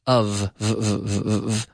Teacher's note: You take the F and you simply activate the vocal cords. You vibrate the vocal cords and you have the perfect V, the perfect English V.